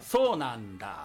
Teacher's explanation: あの次にダーが来るから、うん、あのベロが上顎にベタッとつく